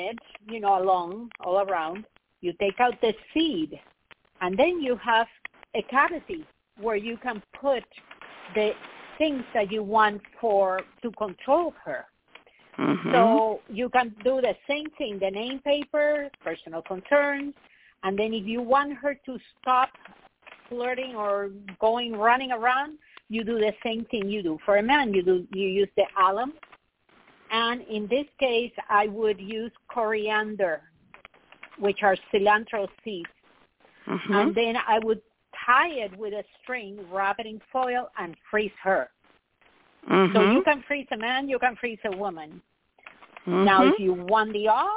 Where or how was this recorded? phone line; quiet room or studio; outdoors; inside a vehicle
phone line